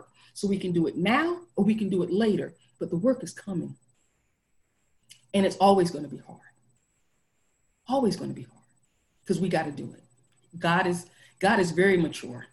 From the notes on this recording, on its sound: Our zoom streamed service